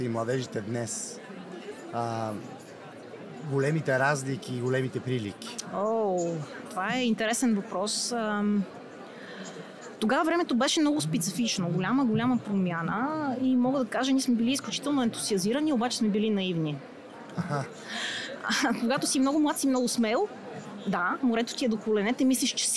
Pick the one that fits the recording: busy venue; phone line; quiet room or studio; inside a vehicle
busy venue